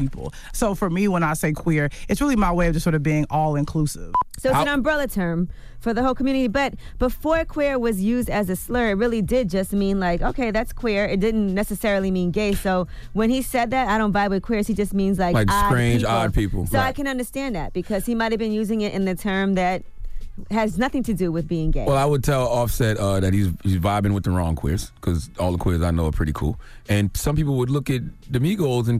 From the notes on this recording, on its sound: we opened up the phone lines